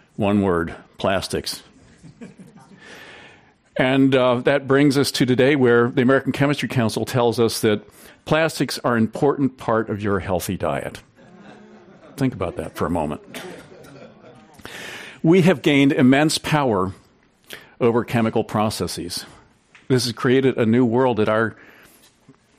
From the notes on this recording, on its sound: This program was recorded in front of a live audience at The Commonwealth Club in San Francisco on April 16th, 2019.